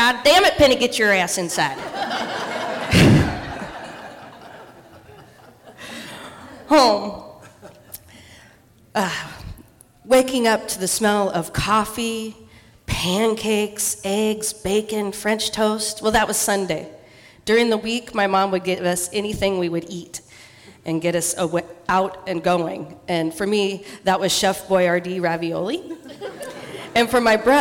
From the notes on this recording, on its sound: Live in Dallas, OR. Portland Story Theater.